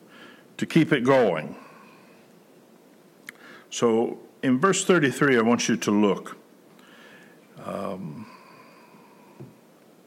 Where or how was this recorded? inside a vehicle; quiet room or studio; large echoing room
large echoing room